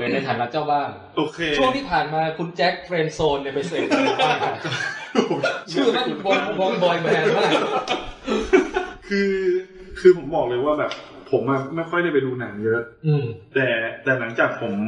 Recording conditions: poor sound quality